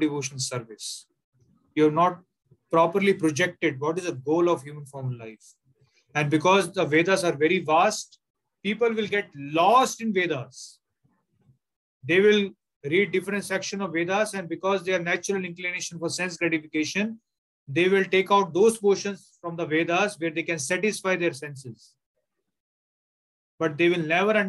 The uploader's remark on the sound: Zoom recorded class